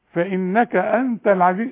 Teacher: النون اللي عليها الشدة لازم تغن